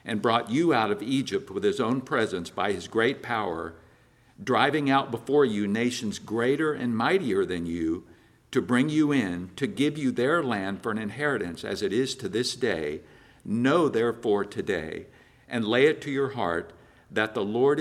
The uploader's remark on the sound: preached at Christ Our Savior Baptist Church